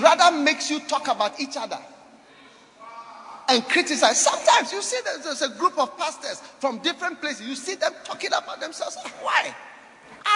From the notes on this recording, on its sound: Preached at Holy Hill Chapel, Accra.